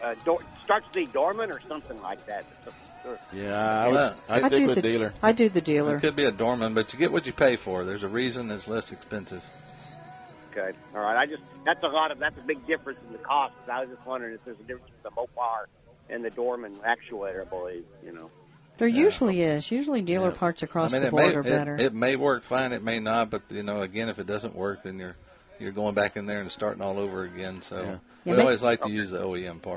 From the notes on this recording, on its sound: Live remote at the First Annual Car Show at the Magnolia First Baptist Church.